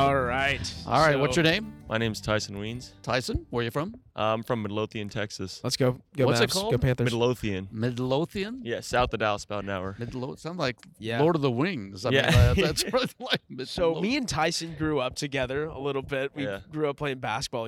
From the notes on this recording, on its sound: Take the podcast outside of the Spears School of Business to talk with students.